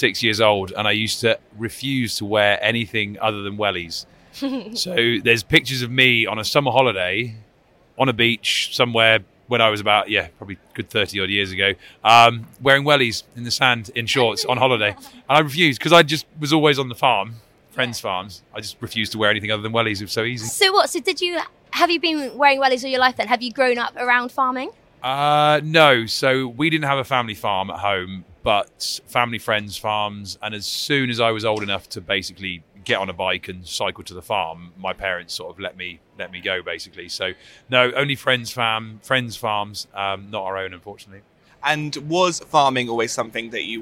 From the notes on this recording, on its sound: Recorded at LAMMA 2023